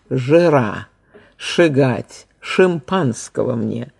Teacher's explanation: Вот мы помним, наверное, то время, когда после согласных «ш» и «ж», всегда твердых в фонологической системе русского языка, в речи московской интеллигенции на месте орфографического «а» произносилось «ы»